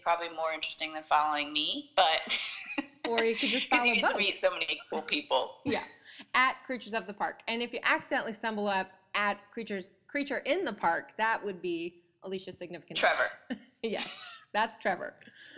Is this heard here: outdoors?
no